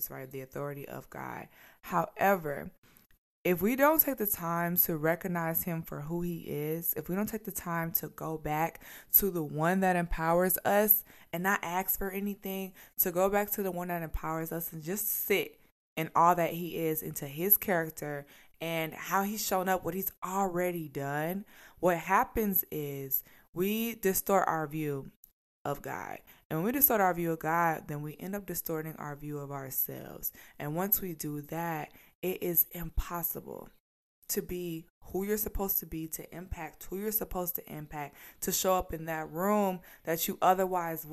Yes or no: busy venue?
no